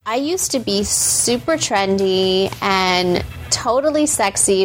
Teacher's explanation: the kind of vocal fry that I think you find especially grating